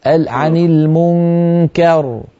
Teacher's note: المنكر لا تفخم الكاف